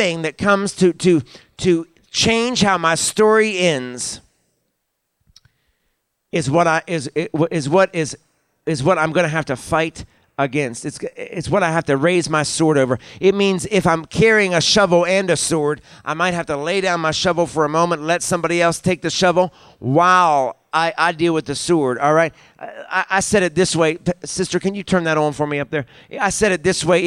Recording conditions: large echoing room